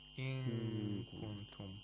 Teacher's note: put the tongue in the place of articulation of kaf or approximate it · Term: ikhfa